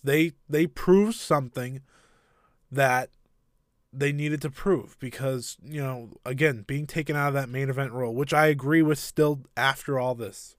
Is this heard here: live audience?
no